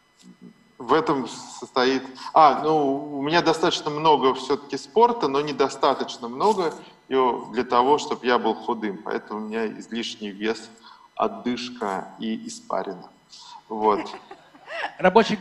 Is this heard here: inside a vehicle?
no